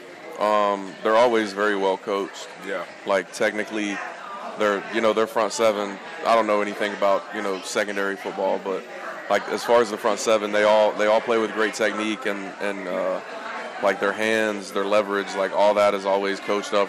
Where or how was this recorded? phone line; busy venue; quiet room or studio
busy venue